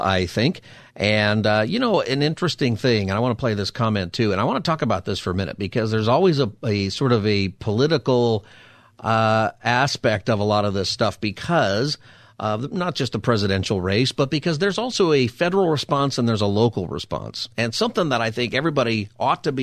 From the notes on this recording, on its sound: Has some callers call in and share their insights on the Maui response.